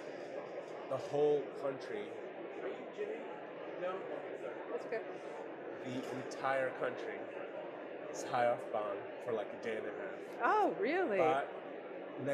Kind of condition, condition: setting, busy venue